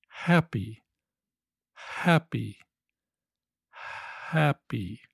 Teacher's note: If I leave the H off, it becomes appy, appy.